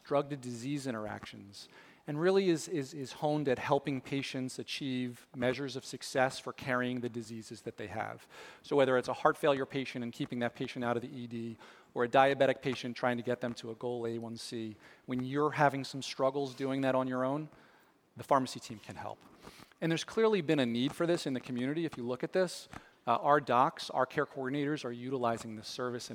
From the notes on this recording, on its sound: This episode features a live-taping of VPP's Annual Meeting that was held on 10/24/2019